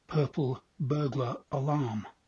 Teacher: So an English speaker who uses an R-less accent would say purple burglar alarm. So the R is just completely dropped